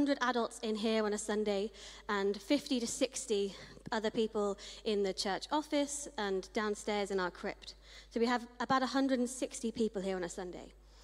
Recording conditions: large echoing room